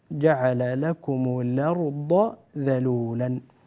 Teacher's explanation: بين الضاد من الذال، افصل الضاد عن الذال